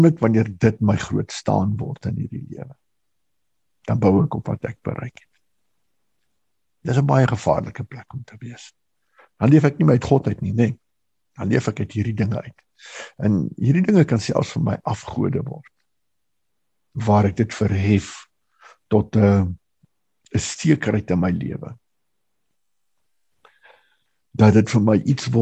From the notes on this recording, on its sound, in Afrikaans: Manne van die Woord Zoom Byeenkoms 12 Mei 2022